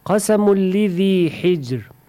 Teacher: Gunnasız. Tenvin kamilen idgam olu lem harfinin içine girer.